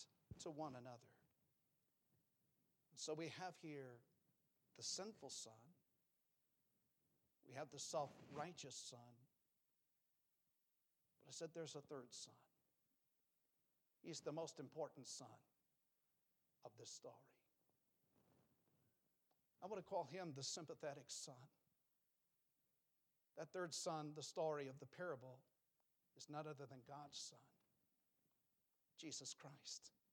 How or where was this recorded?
large echoing room